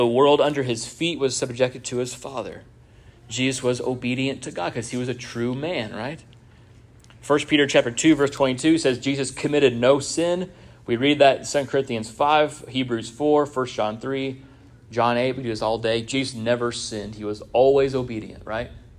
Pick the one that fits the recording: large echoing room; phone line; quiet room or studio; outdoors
large echoing room